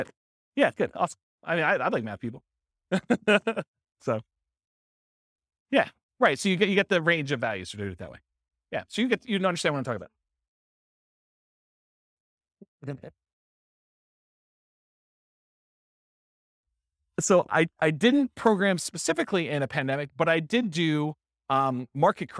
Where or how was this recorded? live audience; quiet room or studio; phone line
live audience